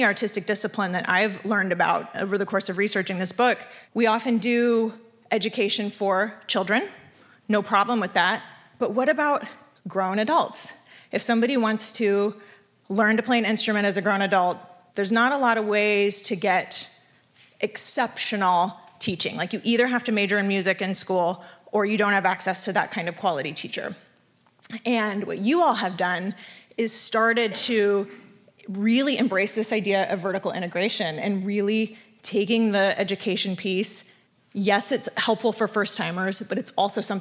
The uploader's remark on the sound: a live show we recorded just last night at the book launch party here in San Francisco